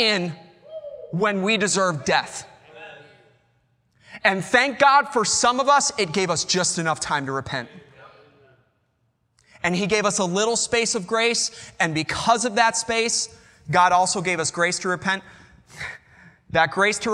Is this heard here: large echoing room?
yes